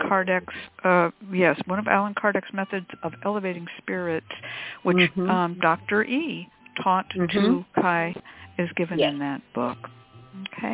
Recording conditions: phone line